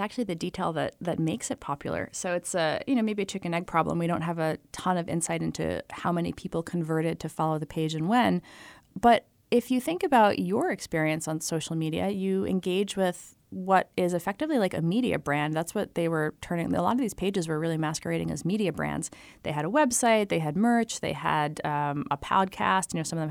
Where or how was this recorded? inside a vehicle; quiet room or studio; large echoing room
quiet room or studio